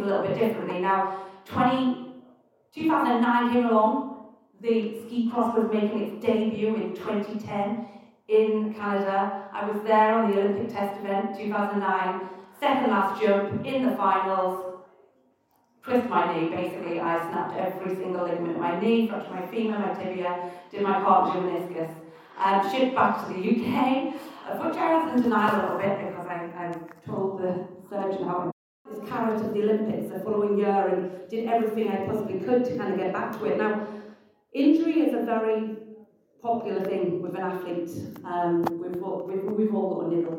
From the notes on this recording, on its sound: At the ' Ski Launch' event in London. Please note that the sound quality on this broadcast is not ideal.